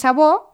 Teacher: sense pronunciar cap R final